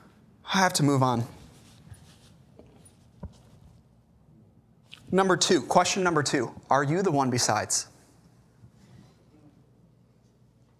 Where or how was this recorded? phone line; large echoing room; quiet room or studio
large echoing room